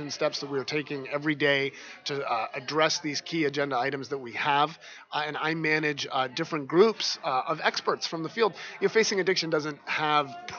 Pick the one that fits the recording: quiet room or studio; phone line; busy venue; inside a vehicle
busy venue